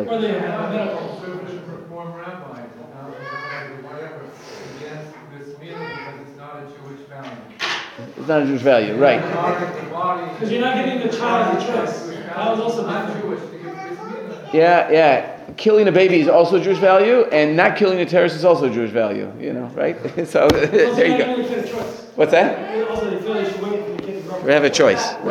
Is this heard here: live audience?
yes